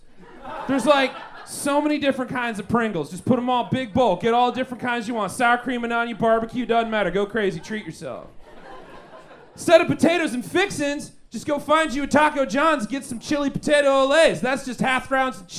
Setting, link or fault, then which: setting, busy venue